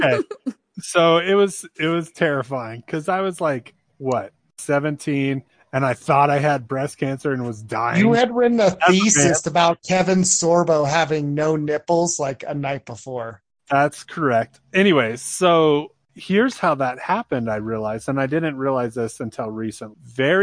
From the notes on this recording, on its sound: Call in show